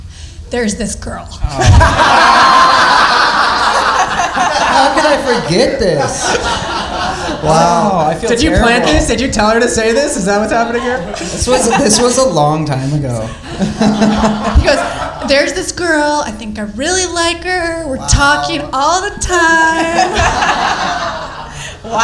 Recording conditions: live audience